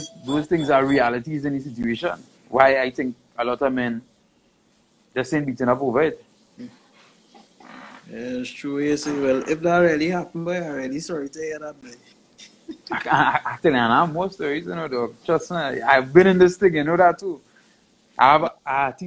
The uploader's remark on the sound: This Interview was conducted via Instagram Live